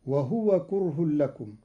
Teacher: قرأ قالون كلمة وهو بإسكان الهاء وهو جار على لسان العرب